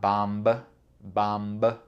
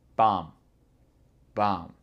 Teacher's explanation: le B n'est pas prononcé, le deuxième B, parce qu'il y en a deux. · Shown in: second take